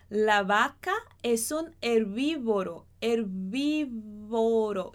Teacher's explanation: Esse V, tanto esse V de vaca, e o B e o V de herbívoro, a gente vai quase encostar os lábios.